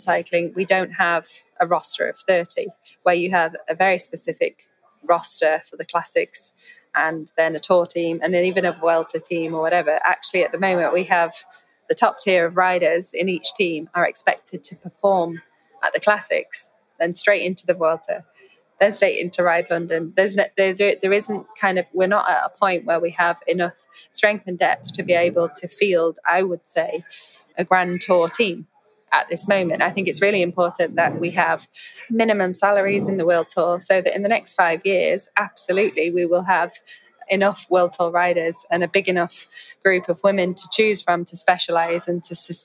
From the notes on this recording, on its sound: The interview took place in a hotel cafe, so apologies for the background noise